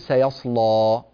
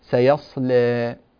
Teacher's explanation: ولذلك جاز لورش رحمه الله تعالى أن يقرأ هذه الكلمة بالتفخيم، يفخم اللام مع فتح الألف، فتح ذات الياء · Shown in: first take